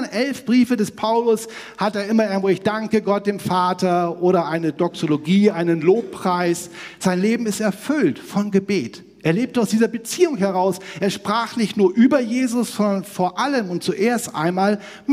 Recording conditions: large echoing room